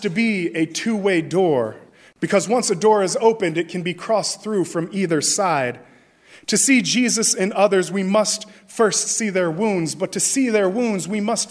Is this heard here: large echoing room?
yes